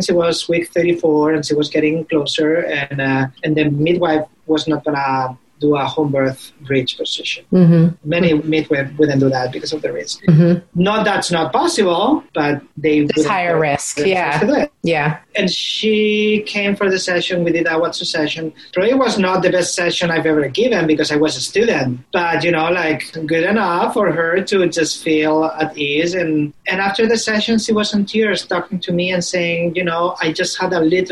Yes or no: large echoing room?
no